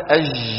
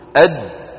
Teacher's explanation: أما الجيم الفصيحة فصوتها شديد مجهور محبوس · Shown in: second take · أد هكذا ينحبس.